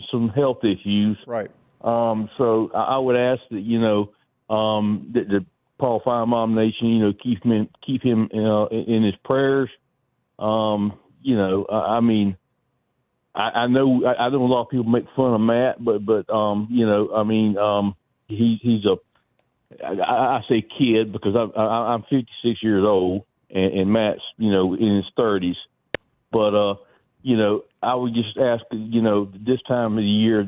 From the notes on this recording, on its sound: we continue with more of your phone calls